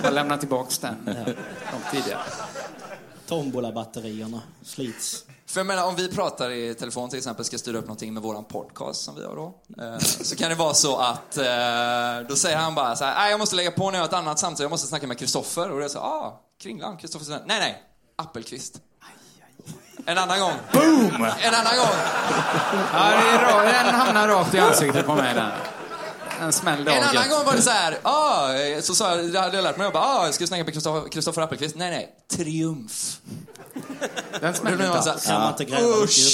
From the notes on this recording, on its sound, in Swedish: Här kommer resten av kvällen från Scalateatern, som spelades in live, den 19e oktober!